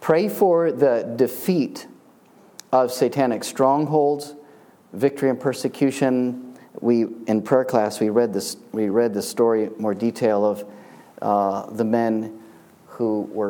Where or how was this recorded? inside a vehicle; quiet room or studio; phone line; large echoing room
large echoing room